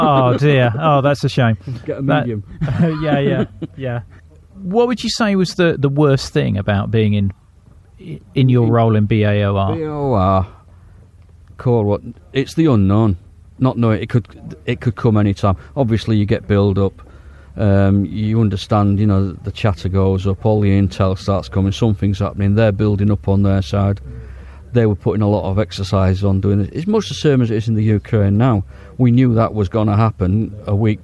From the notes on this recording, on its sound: The episode was recorded at one of the Hack Green Nuclear Bunker Living History Weekends